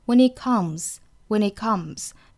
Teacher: it 和 comes 放在一起呢，it 尾音的 t 我们要省掉 · Term: 省读